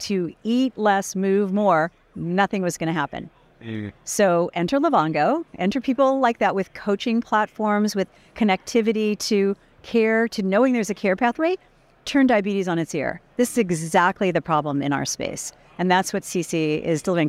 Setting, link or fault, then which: setting, busy venue